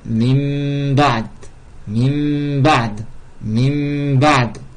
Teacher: Cela consiste donc à substituer une lettre à une autre. La nun sakina et le tanwin devant un ba se transforment en mim dissimulé. Il n'y a ni idhar ni idram, mais il y a une runna de deux harakas. · Au lieu de dire min ba'di, le nun il est transformé en mim. Mim avec runna. · Term: iqlab